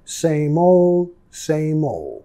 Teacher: muchas veces la D al final es muy suave o ni lo vamos a pronunciar